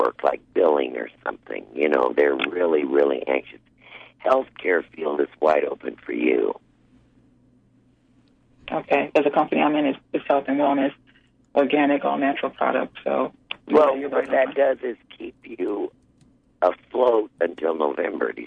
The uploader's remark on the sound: takes calls from listeners